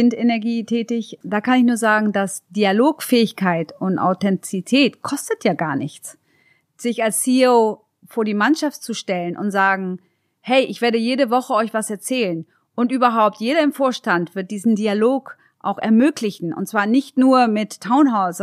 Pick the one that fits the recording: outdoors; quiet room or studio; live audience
quiet room or studio